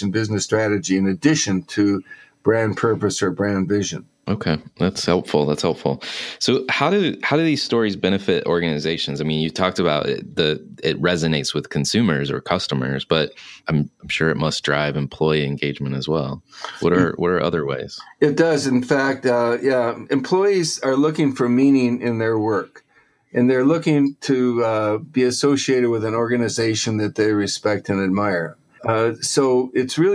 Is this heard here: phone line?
no